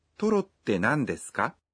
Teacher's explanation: Pada kalimat tersebut dan mengatakannya dengan intonasi menanjak, Anda dapat mengubahnya menjadi pertanyaan